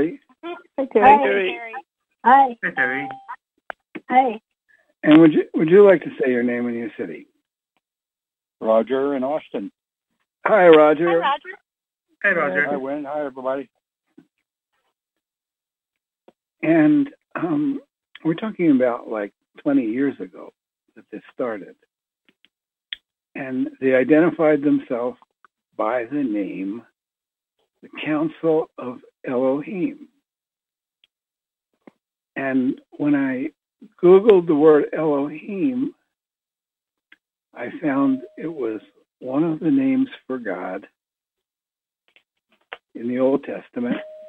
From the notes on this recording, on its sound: Conference Call LIVE